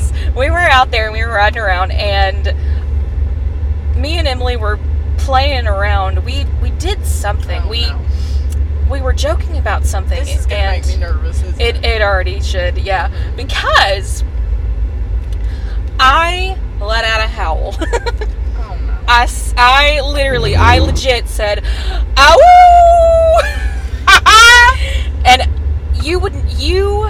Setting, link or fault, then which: setting, outdoors